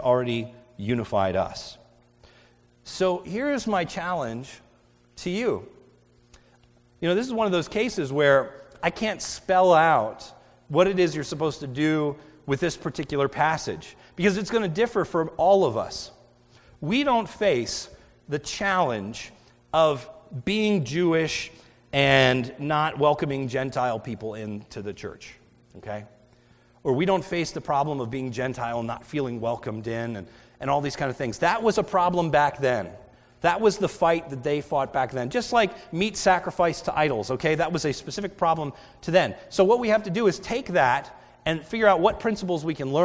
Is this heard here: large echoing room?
yes